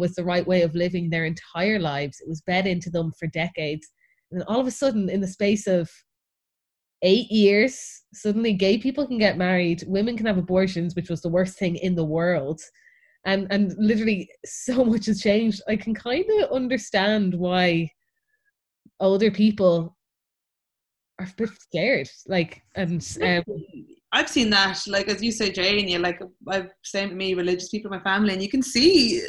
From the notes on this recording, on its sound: Recording on Zoom, so sorry for loss of audio quality.